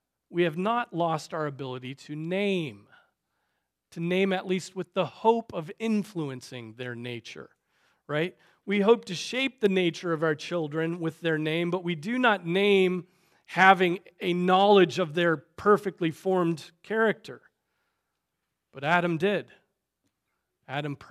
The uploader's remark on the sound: Preached on February 11, 2024 at Trinity Presbyterian Church